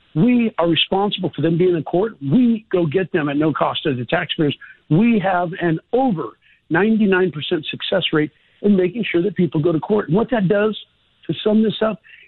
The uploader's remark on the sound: We take you calls! Live callers are featured on A&G.